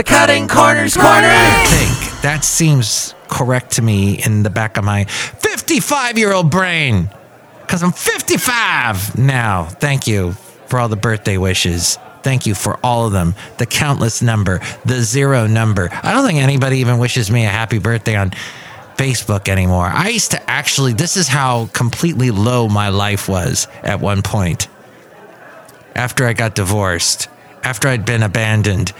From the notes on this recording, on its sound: podcasts live from Café Anyway